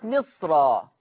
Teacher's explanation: الصاد الساكنة حاجز بين الميم المكسورة والراء المفتوحة، فحكم الراء التفخيم قولا واحدة